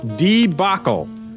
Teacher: debacle, with the stress on the second syllable